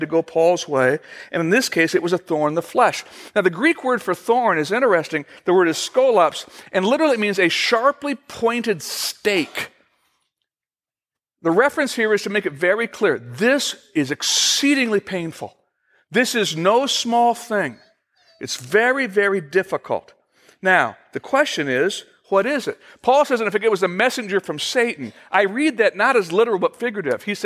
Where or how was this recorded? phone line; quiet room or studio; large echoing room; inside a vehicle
large echoing room